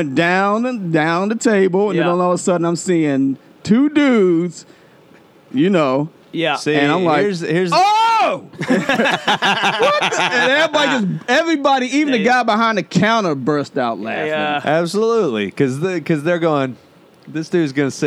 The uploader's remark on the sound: Recorded every Tuesday afternoon at the World Famous Comic Strip Live in Manhattan's Upper East Side.